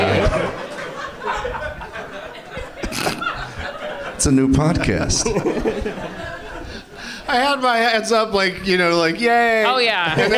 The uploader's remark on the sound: Live from the Helium Comedy Club in Philadelphia